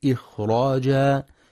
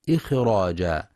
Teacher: ينتبه القارئ في كلمة إخراجا لسكون وهمس الخاء · Shown in: first take